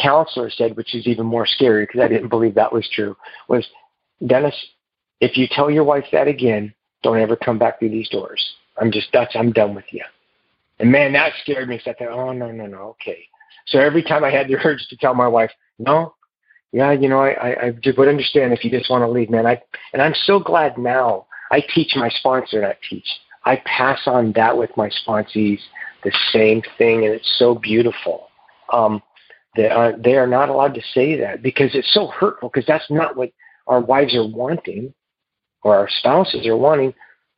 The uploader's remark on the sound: Noon Phone Speaker Meeting